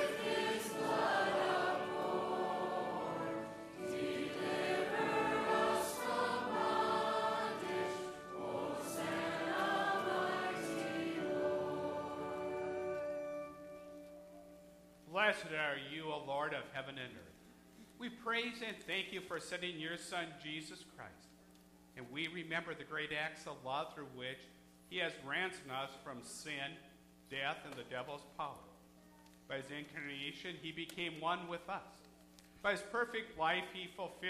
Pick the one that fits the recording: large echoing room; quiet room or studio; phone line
large echoing room